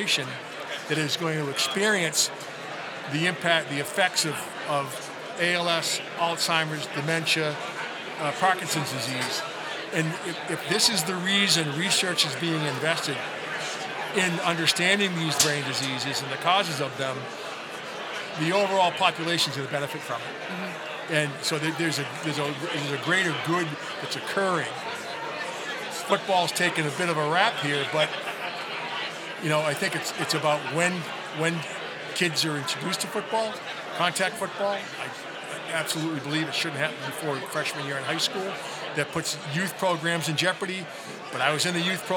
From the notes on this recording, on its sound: Recorded live at the Concussion Legacy Foundation annual Gala in Boston.